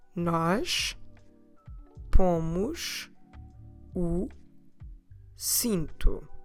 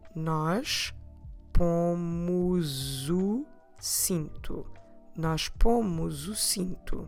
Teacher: And what happens there is that we have pomos, u. And that S on the end of pomos is between two vowels. So naturally, we will run it together and it will sound more like a Z sound. · Shown in: second take